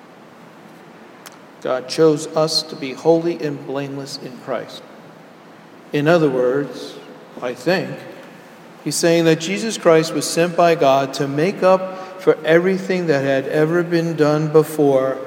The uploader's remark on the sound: Sermon delivered at Jan Hus Presbyterian Church and Neighborhood House